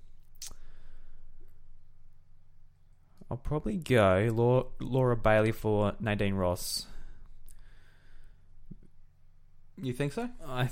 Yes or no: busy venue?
no